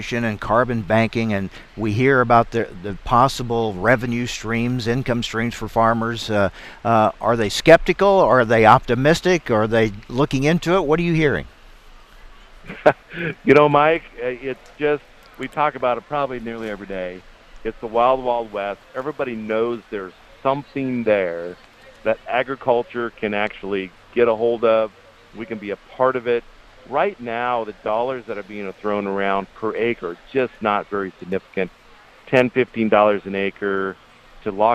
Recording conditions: busy venue